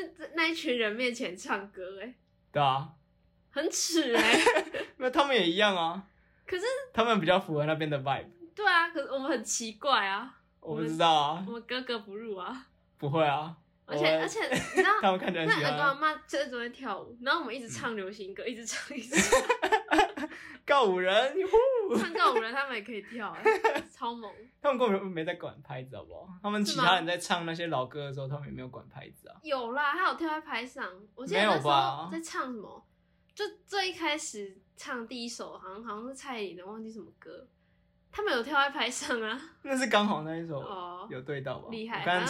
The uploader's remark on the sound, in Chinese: 這次音質大家見諒見諒。